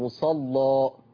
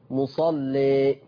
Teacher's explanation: وإحنا بنفتح الألف بنغلظ اللام مصلى، وإنت بتقلل الألف هترقق اللام مصلي. شوف، لما رققت قللت الألف رققت اللام مصلي، ولما فتحنا الألف غلظنا اللام مصلى.